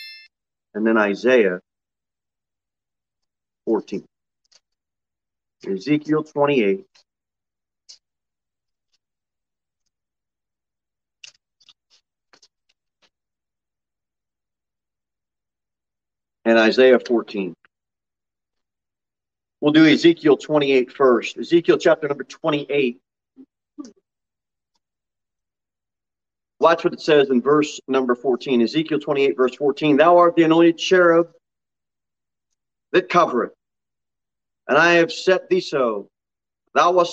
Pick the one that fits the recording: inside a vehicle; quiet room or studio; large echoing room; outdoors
large echoing room